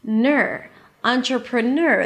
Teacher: the primary stress of this word is at the end · IPA: ˌɑːntrəprəˈnɜːr